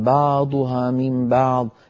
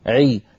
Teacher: حرف العين في الفصيح ليس كما نعتاد نحن في العاميات، هو أعمق، يعني لابد من إرجاع لسان المزمار إلى الوراء · Shown in: second take · Term: العين الفصيحة